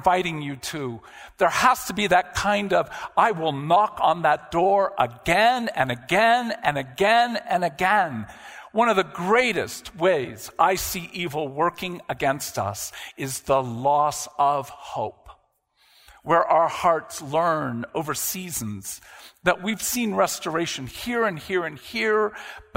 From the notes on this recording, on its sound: live discussion from the Restoration of the Heart conference